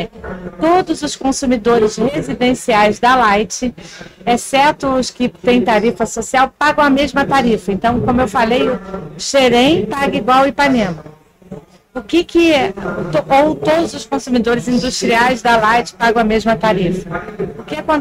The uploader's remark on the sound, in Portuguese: Série Especial de podcasts gravados ao vivo durante o evento SENDI 2023 em Vitória - ES.